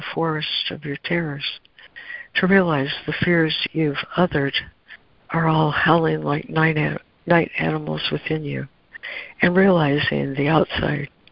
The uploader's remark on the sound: ACIM Daily Conference Call.